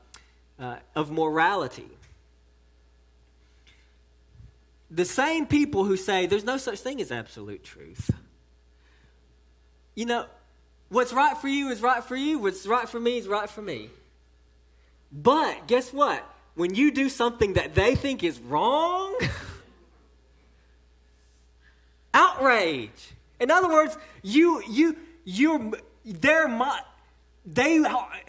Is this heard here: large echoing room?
yes